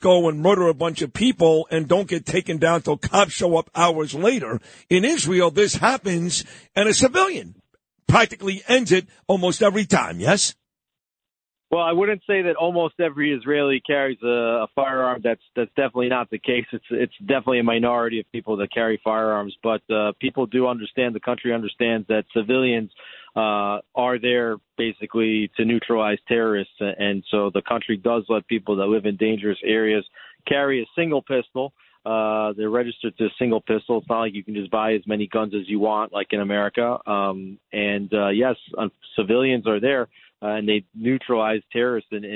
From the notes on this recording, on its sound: calls in from Jerusalem